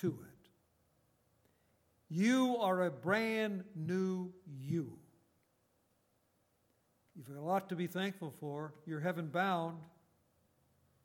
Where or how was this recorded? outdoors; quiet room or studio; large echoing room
large echoing room